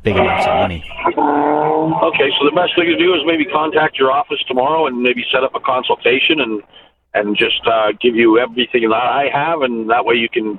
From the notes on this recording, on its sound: he answers your phone calls